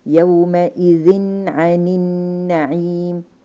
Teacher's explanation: إن هنا إظهار حلقي لو بصيت ورا الزال حجد وراها مين حرف العين وهو من حروف الحلق فعلشان كده حظهرها حظهر النون بتاعت التنوين فتنطق هكذا يومئذ عن النعيم فأنا أظهرت النون وبرضه ما طولتش